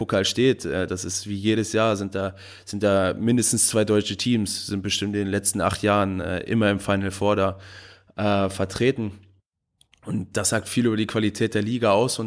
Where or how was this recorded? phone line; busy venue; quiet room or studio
quiet room or studio